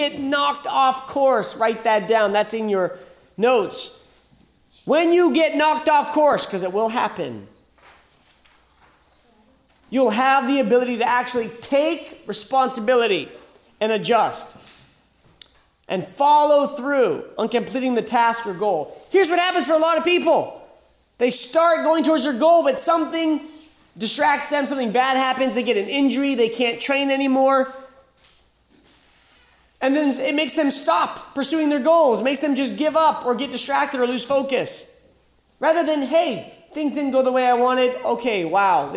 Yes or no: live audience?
yes